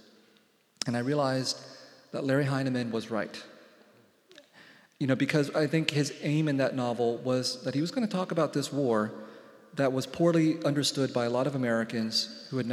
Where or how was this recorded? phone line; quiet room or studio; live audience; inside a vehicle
live audience